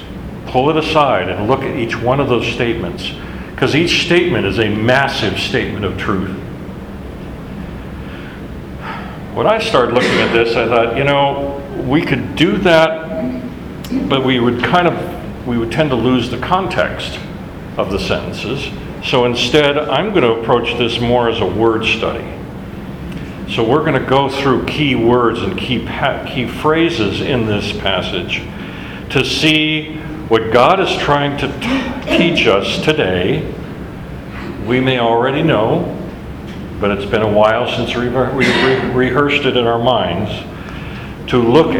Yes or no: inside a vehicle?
no